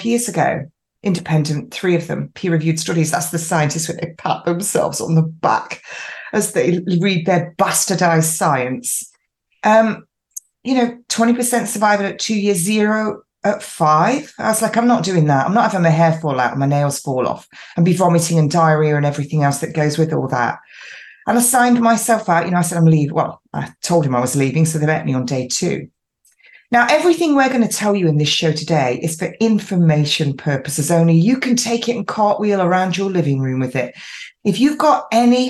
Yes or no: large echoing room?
no